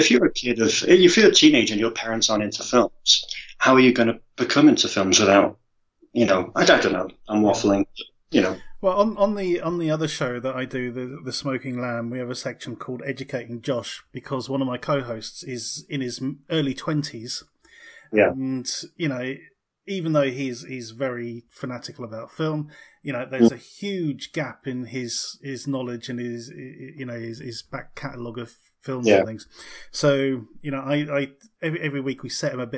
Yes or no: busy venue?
no